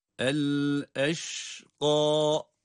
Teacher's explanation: Kaf da kalın ve meddi tabii ile okuyoruz.